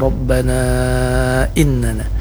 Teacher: Yang namanya mad ja ismun fasil panjangnya 4 harakat.